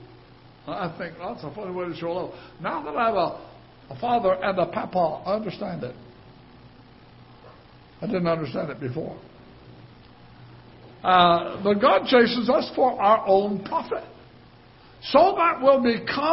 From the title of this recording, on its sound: Ketha Heights Baptist Church ~ Live Broadcast